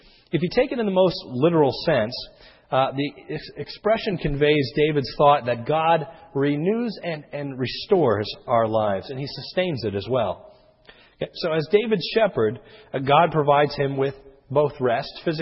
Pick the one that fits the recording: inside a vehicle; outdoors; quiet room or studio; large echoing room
large echoing room